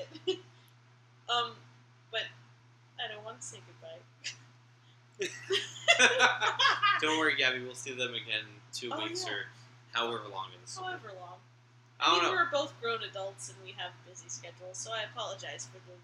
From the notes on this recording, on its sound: In what may be the quietest episode yet (the mic's were turned down a little low).